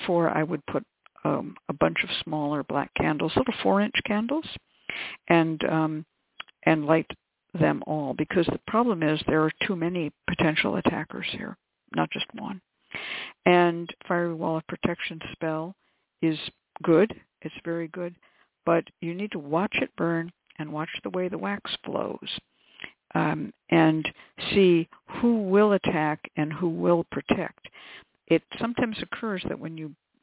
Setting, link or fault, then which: link, phone line